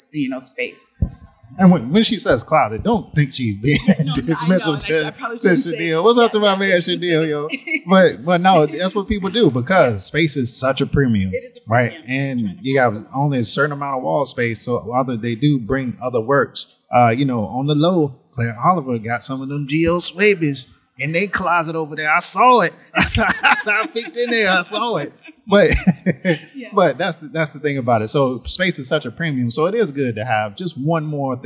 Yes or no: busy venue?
yes